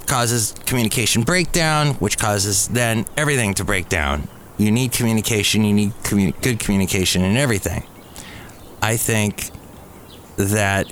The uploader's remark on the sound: podcasts live from Cafe Anyway